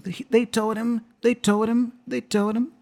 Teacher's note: So the him there is pronounced as an M. So the H is dropped. And I join the M with the D for told. Told him, like a flap sound.